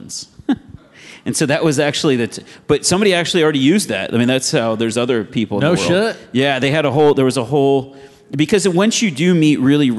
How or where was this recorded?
live audience